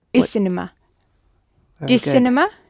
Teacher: There are some sounds in Arabic that absorb the sound of the L in il. S is one of them. The sounds at the front of the mouth.